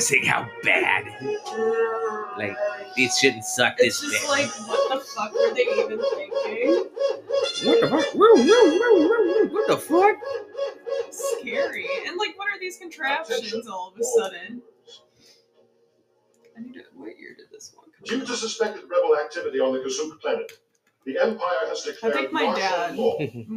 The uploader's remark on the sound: Holiday special live from the hidden sesh village.